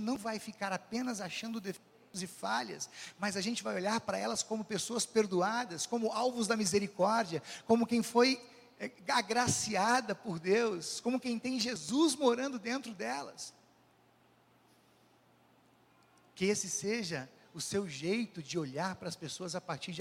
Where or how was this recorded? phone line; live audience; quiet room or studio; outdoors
live audience